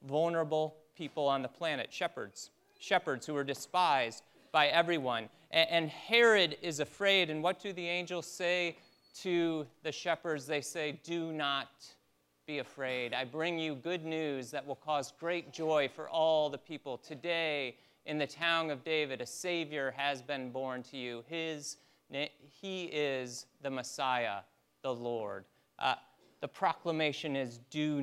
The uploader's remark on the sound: Christmas Eve Service (Audio)